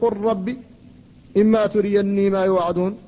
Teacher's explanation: قل ربي هذا بين المتجانسين، فاللام والراء، اللام ساكنة والراء محركة، وهما متجانسان فحصل الادغام